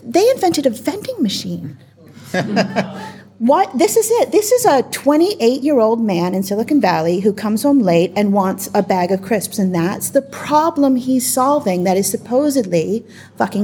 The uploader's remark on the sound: We have a live audience, a later start than usual and plenty to drink.